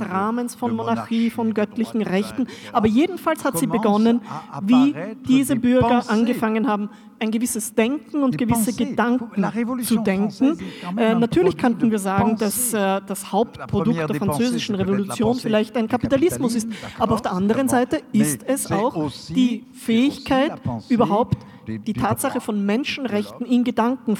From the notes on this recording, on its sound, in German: Passagen Gespräch im Semperdepot. Im Wiener Semperdepot. Zu hören ist ein behutsam gekürzter Mitschnitt des Abends.